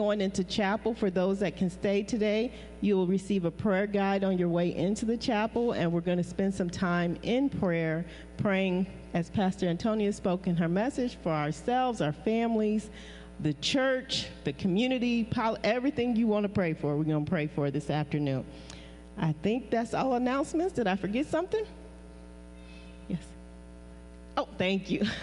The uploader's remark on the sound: Praise and Worship Service. We lift up the name of Jesus Christ at New Life At Calvary located at 2020 E.